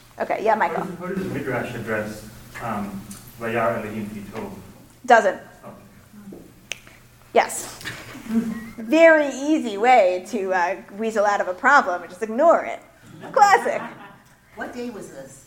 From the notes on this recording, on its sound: Recorded at the 2017 Executive Seminar.